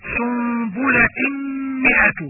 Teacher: إدغام التنوين بغنة عند حرف الميم إدغاما ناقصا